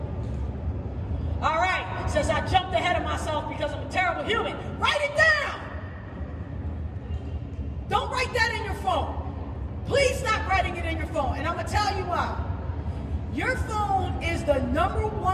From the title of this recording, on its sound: Live From Toronto Canada